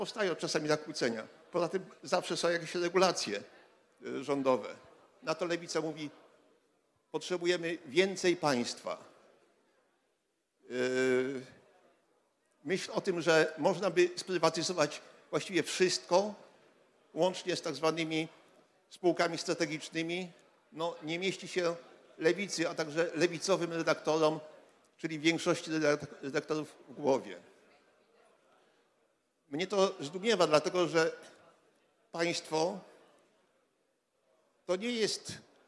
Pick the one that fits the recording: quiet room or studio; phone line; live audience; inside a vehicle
live audience